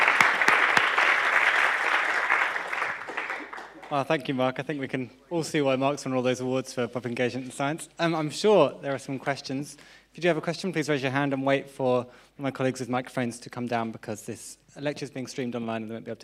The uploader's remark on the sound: UCL Lunch Hour Lecture